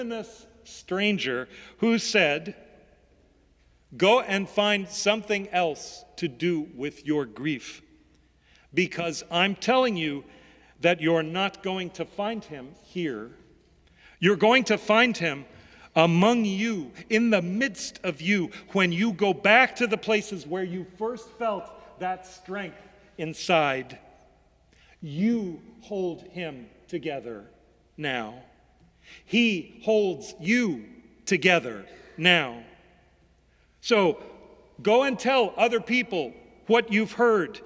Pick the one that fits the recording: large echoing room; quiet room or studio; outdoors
large echoing room